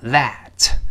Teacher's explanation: T H 还是要吐舌头，这里浊辅音